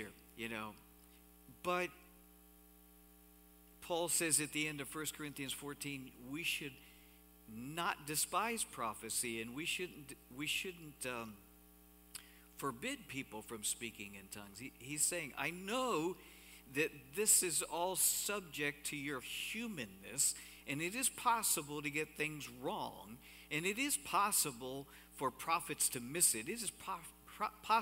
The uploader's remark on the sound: Cornerstone Fellowship Sunday morning service, streamed live on March 7, 2021, Wormleysburg, PA.